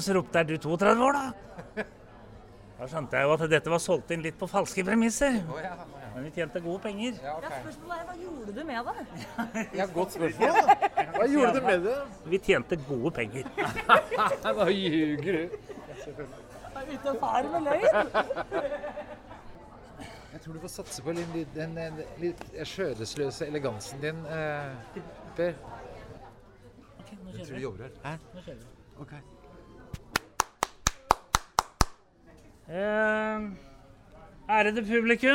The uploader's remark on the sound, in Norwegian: Live opplesning av dikt - på Tranen.